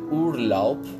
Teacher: اگر در آخر یک کلمه بی قرار داشته باشه ما اونو بی نمیخونیم، بلکه پی میخونیم